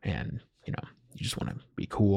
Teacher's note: It's called vocal fry, and it happens when you talk at the very bottom of your register like this